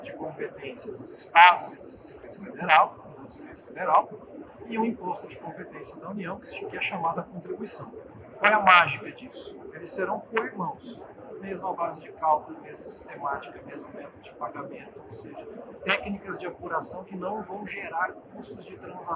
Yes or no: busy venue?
yes